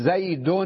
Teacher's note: بتقول زيد كأنه بعد الدال تنطق نون ساكنة، بينما بالخط نكتبها تنوين ضمتين على الدال، لكن باللفظ تنطقها نون ساكنة.